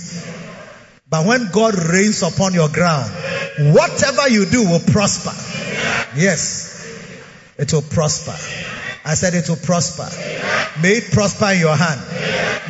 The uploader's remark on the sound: Preached at the Proton Convention Day 1 - Makarios Church, Ashaley Botwe